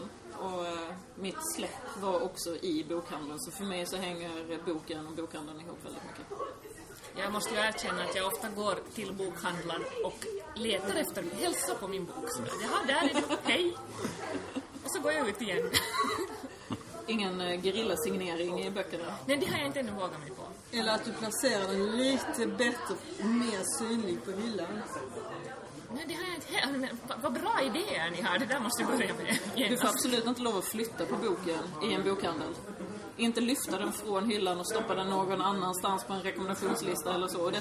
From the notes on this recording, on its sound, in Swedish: Det var bokmässa i Göteborg i september 2014. Lämnade mässgolvets sorl för att träffas och spela in Fantastisk Podd LIVE på SF-bokhandeln i Göteborg.